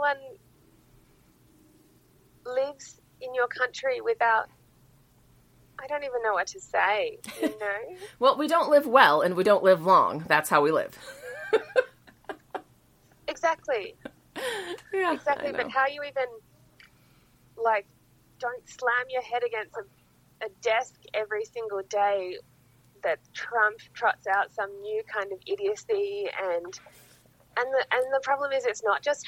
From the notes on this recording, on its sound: recording via a facebook messenger call and a blutooth speaker up against a microphone